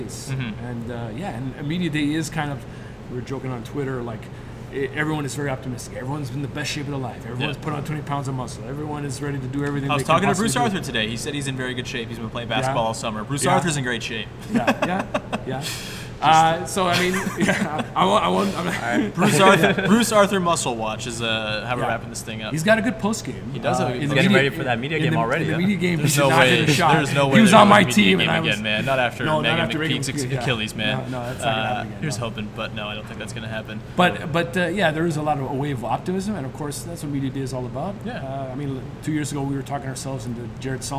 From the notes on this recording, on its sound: Live at Media Day! Live from Scotiabank Arena, site of Raptors Media Day.